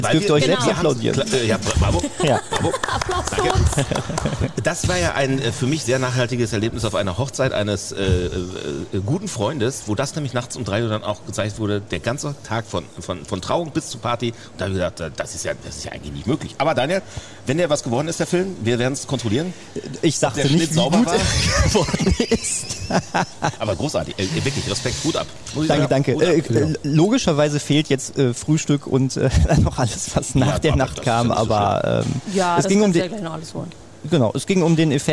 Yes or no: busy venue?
yes